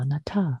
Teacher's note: the stress on the last syllable